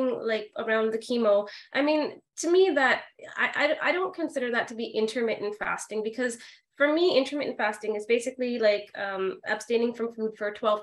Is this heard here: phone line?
no